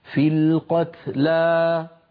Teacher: هي 78 بعد 100 كتب عليكم القصاص في القتلى فوقفنا عليها فمددنا الألف في القتلى مددناها مدا طبيعية